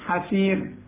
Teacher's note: شوف الراء، ادي الراء اللي بقول لك عليها، يسبقها ياء رققها، حسير مش حسير، رجع شفايفك على انك بتبتسم، حسير.